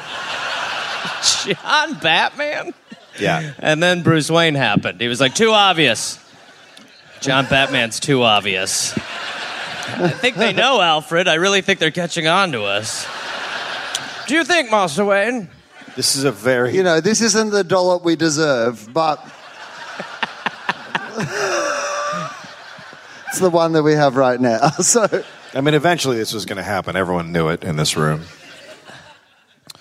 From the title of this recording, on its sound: Live in Melbourne